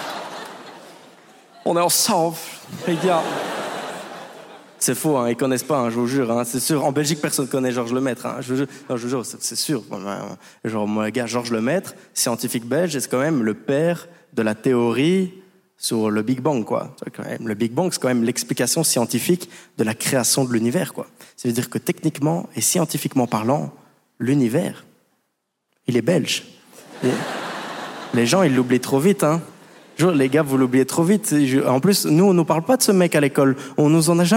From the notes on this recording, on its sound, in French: Montreux Comedy Festival 2023. Il expose le génie belge sur la scène du Montreux Comedy Festival.